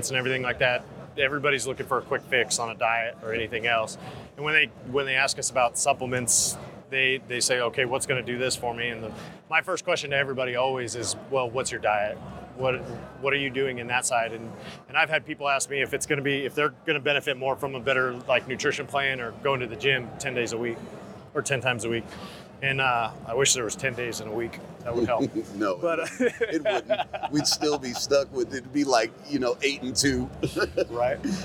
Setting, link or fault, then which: setting, busy venue